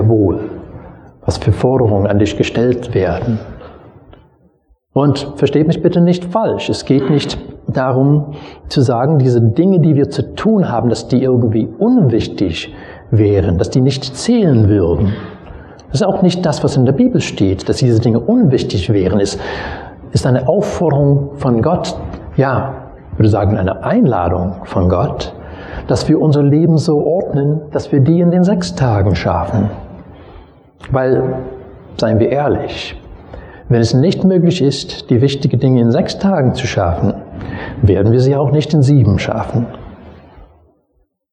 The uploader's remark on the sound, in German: Predigt aus dem Gottesdienst vom 22.